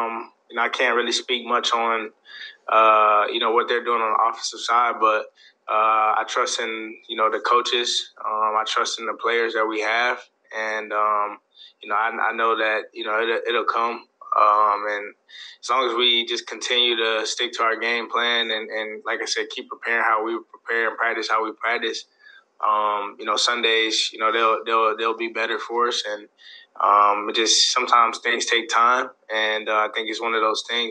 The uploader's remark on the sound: Speaking to media via Zoom on Monday morning.